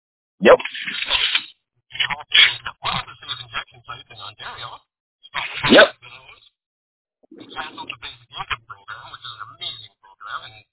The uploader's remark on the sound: The result sounds like garbage, gets cut off halfway through